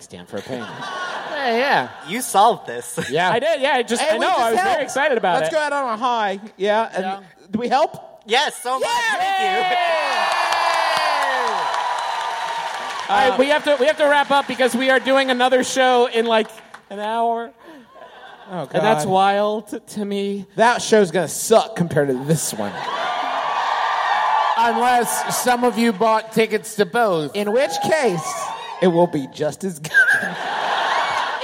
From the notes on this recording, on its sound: Here's another one of our live shows from our recent tour of America's most Northeastern reaches -- this time from the Wilbur in Boston! This was our first of two shows that night.